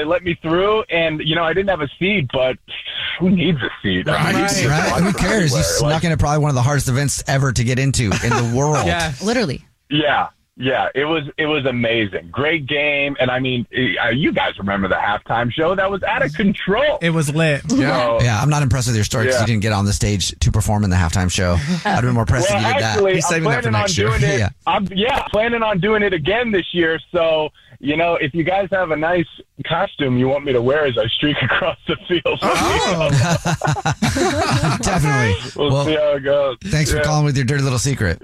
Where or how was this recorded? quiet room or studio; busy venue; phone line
phone line